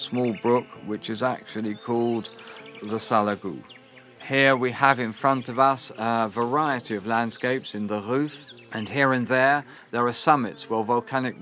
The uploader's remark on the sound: Our sound route takes us to the Bay of Vailhès on the shores of Lac du Salagou (a national heritage site). Now a tourist site, but also protected under its Natura 2000 status, Lac du Salagou is in fact an artificial reservoir originally created to promote agricultural irrigation downstream of the lake.